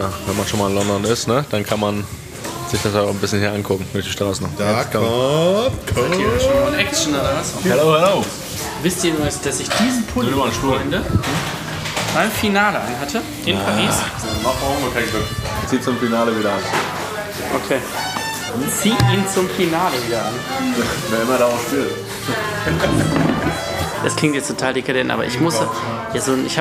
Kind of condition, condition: setting, outdoors